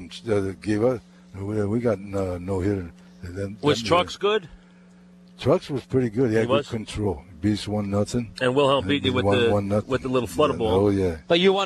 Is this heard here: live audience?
no